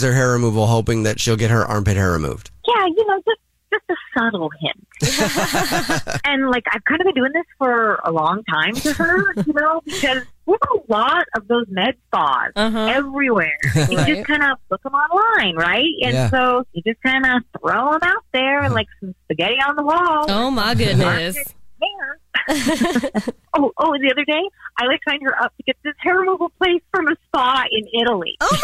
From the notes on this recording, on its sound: The woman on the phone.